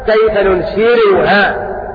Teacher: يقرأ بترقيق الراء لأنها مضمومة بعد كسر فيقرأ هكذا كيف ننشرها هكذا وهذا هو معنى قوله والكسر بالخلف